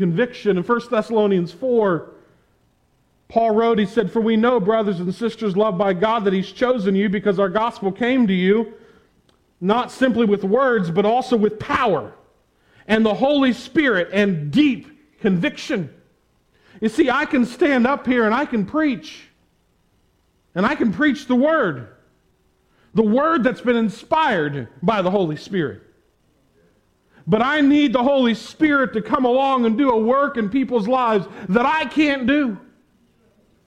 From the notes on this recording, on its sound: preached at the Tarrant Bible Methodist Church on October 31, 2021